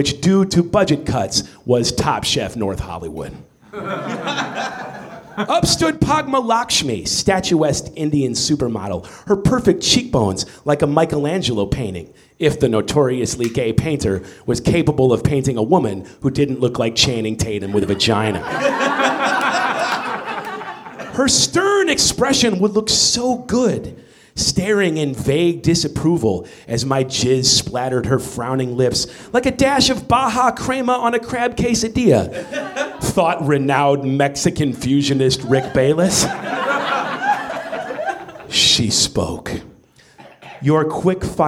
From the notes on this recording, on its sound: Recorded March 18, 2014 at the Nerdmelt Theater in Los Angeles.